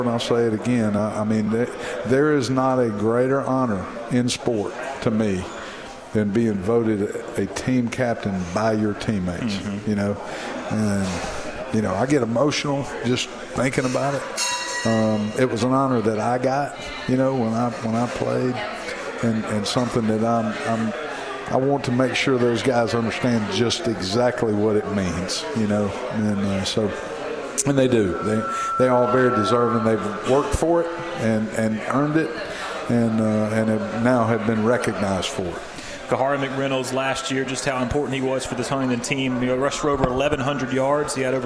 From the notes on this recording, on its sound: with the show being broadcast live from Moes Original Barbecue in Old Cloverdale